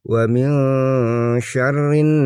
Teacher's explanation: ada huruf nun di tasjid guna. Jadi membacanya harus ditahan minimal dua harakat.